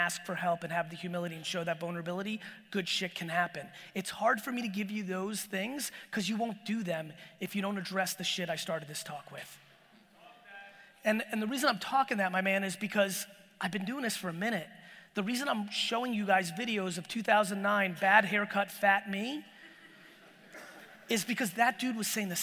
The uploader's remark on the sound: Dropped some real FIRE in this keynote I gave in my home state of New Jersey! Get into some fun Q&A at the end!